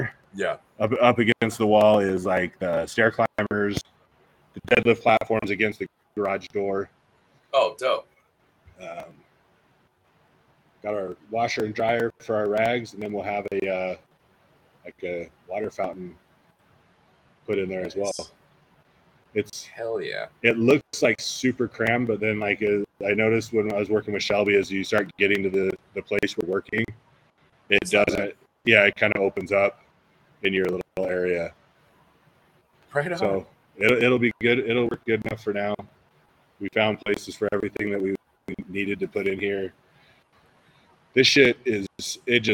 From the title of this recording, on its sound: Live from the new Industry Strength